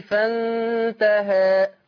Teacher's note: التقليل اقرب للفتح يعني ما بيبقاش ملحوظ قوي